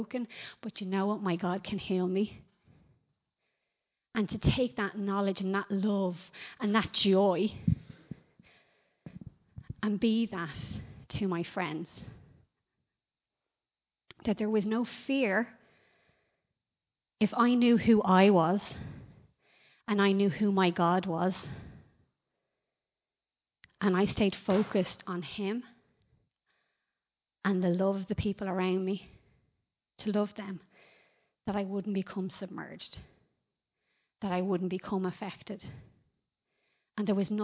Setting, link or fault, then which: setting, large echoing room